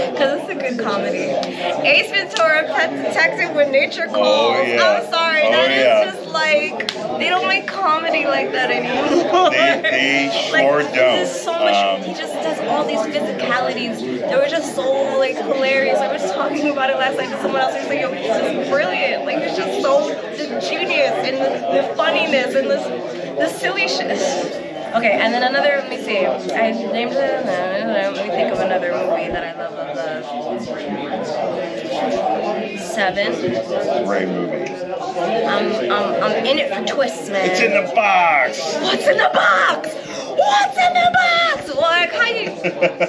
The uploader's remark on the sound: live from Pittsburgh's Horror Realm Con 2023